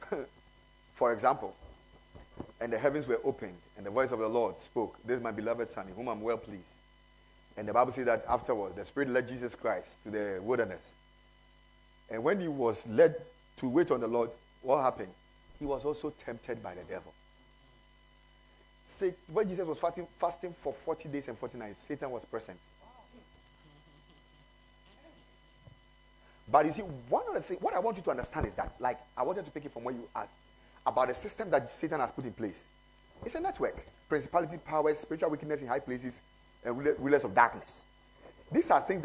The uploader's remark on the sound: Preached at the Ekklesia Campus.